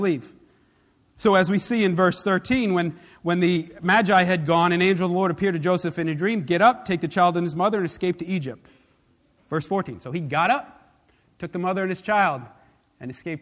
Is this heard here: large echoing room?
yes